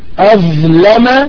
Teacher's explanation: أظلم اللام مفتوحة مرققة